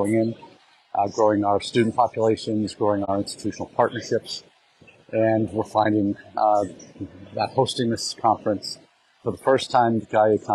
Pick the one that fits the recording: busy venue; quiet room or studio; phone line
busy venue